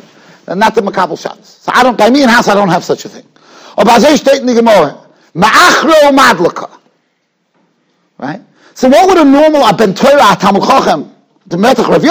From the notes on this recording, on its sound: Shiur recorded in Yeshivas Ohr Reuven, Monsey, NY.